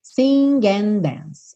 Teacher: and termina com D, dance começa com D, a gente vai ter somente um D.